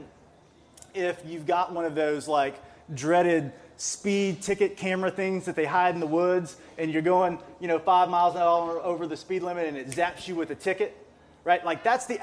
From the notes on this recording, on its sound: This interview was recorded in February at a Research on Tap event, held at Iron Monk Brewery in Stillwater